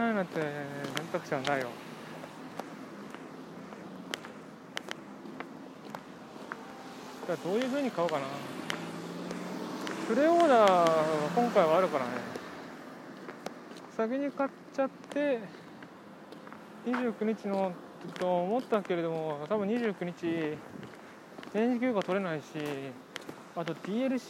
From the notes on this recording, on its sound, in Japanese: 通勤時，バスを降りてから職場まで歩く時間に，iPad miniのボイスメモを回してみる。